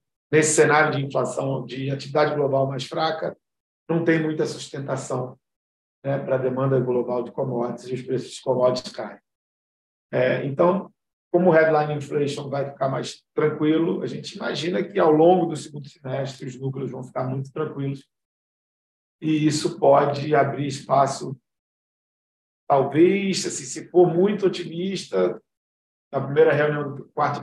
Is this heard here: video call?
yes